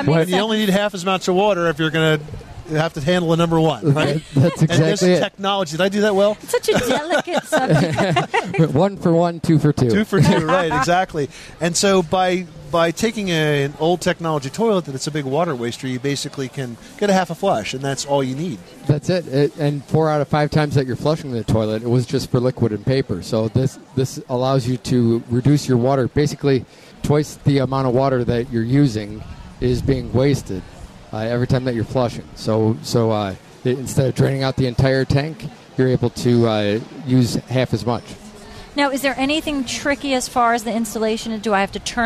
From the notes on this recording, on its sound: Live from Times Square! A broadcast live from Times Square.